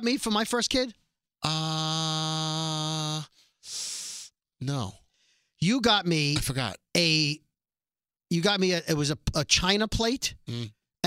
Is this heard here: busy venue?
no